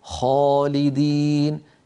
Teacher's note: الخاء أعلى بقليل من الغين، وهي أيضا من أدنى الحلق، يعني من منطقة جذر اللسان مع الحنك اللحمي. لاحظوا بأن المخرج مفتوح، بارك الله فيكم.